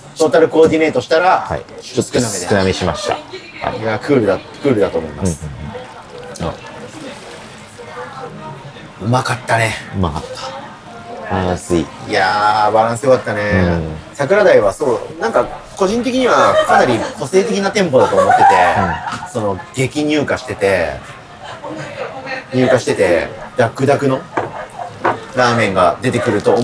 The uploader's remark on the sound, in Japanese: 本当は静かな公園で録る予定だったのですが突然の雨によりびっくりドンキーに避難して収録したので、ほどよくガヤガヤしていますがご容赦ください。